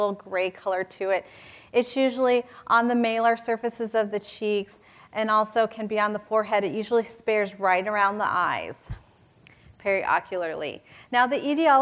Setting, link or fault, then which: setting, live audience